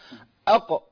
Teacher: اق دي مبالغه في القلقله